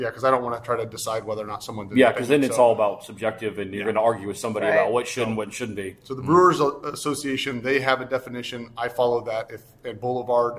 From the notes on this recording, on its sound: They are on location in downtown Kansas City at Oak & Steel Craft Drinkery. First ever on location show.